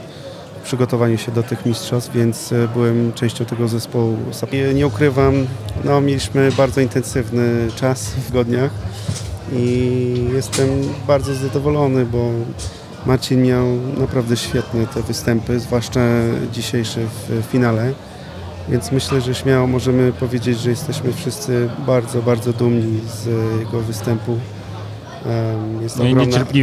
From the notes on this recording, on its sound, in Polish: W rozmowach nagranych podczas Warszawskiego Festiwalu Kawy